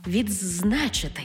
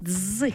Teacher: У слові «відзначити» «д» переходить у «дз».